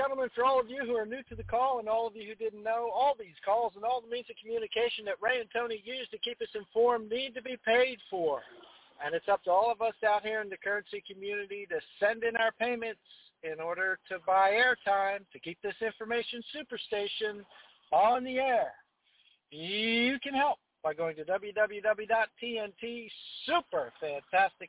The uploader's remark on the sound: TNTSuperfantastic Conference Call